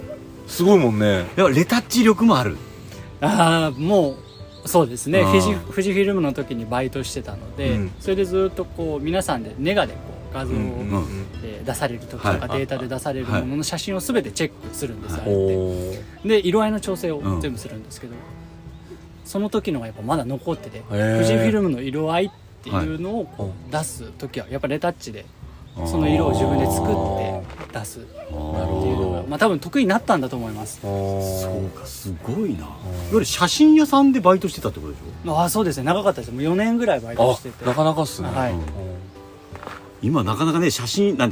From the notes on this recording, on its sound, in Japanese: 今回の収録も引き続き、福岡県古賀市の薬王寺オートキャンプ場です。